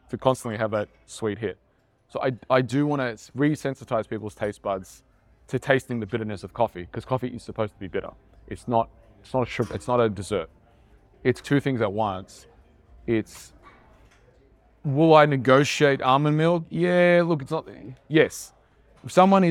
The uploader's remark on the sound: This episode was filmed and recorded at a recent Internship I ran for trainers.